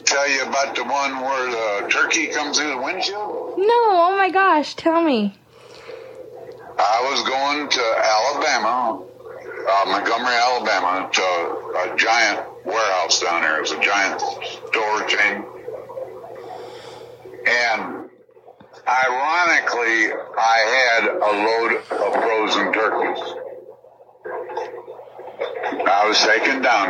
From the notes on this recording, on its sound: We release another phone call. It's once again an older conversation that long-time supporters may remember.